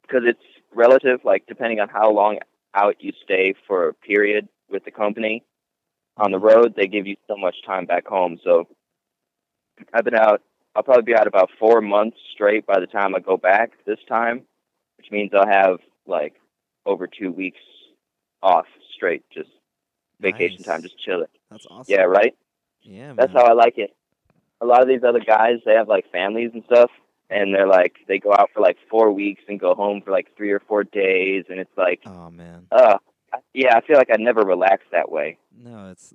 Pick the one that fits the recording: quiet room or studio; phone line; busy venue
phone line